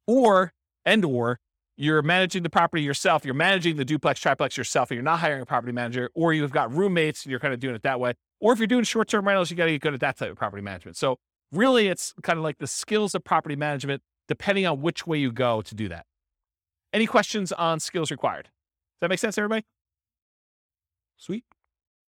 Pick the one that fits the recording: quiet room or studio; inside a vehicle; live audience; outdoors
live audience